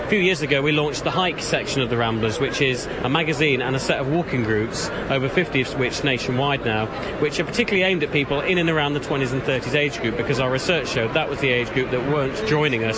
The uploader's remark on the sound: Lets get out and about in this podcast recorded at this year's Outdoors Show at the NEC.